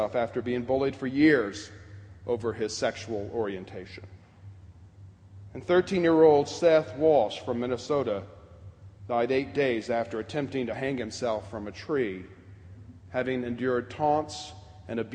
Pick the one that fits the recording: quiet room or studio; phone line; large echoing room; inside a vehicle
large echoing room